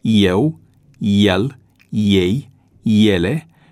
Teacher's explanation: E de la începutul unor cuvinte trebuie rostit cu diftongul IE în cazul câtorva cuvinte din fondul vechi lexical.